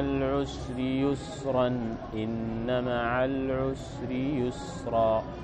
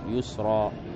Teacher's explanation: الأولى يسرا هذا إذا لم تقف عليها نونتها تنوين بالفتح، فإذا وقفت عليها تنون، تنون هذه قبل هذا الفتح ينون، إذا وقفت عليها يتحول التنوين إلى ألف · Shown in: second take · إذا وقفت عليها يتحول التنوين إلى ألف يسرى. · Term: الوقف